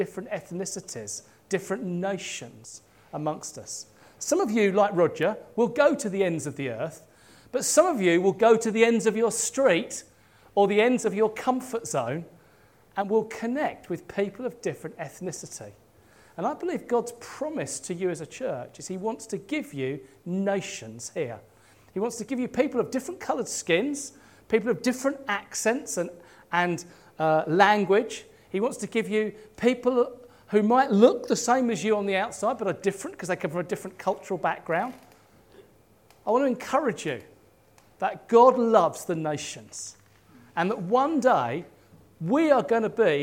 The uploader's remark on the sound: At King's Church, Cockermouth, as an audio file.